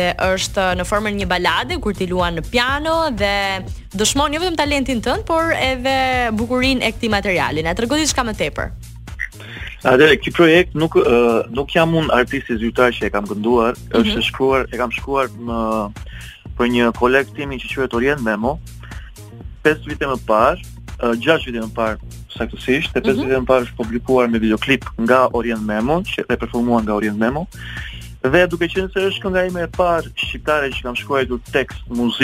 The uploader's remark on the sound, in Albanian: Në një lidhje telefonike në emisionin Lancio.